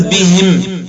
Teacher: ولكن إذا وقف على بهم الأسباب طبعا ويقرأها في الوصل بهم الأسباب، إذا وقف عليها يقف بكسر الهاء وإسكان الميم